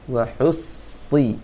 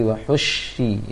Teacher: Jangan baca seperti wahushi, itu baca shin, itu salah. Baca seperti sin yang ditebalkan, bukan shin yang ditebalkan. · Shown in: first take